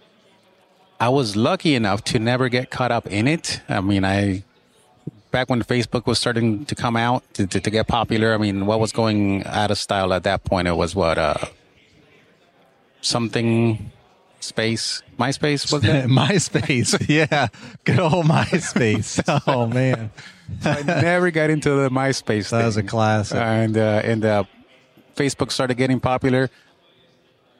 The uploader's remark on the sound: From Pod-Row at Synkd LIVE 2024 in Atlanta.